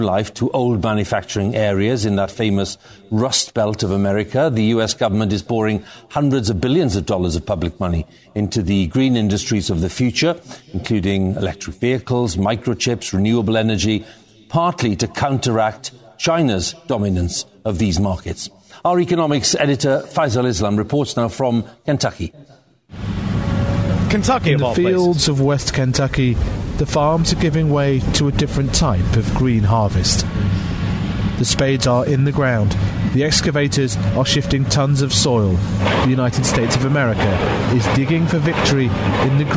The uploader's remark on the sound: broadcasts LIVE from Donley Auction in Union, IL